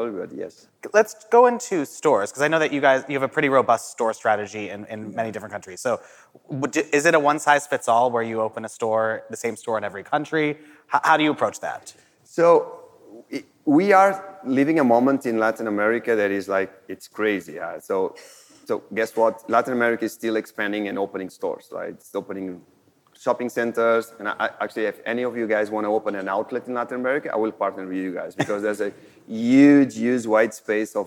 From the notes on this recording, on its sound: This episode was recorded live at the Modern Retail DTC Summit held in Miami.